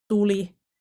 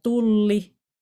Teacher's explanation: sana tuli ja tulli tarkoittaa eri asiaa, koska se l-ääne on eri pituinen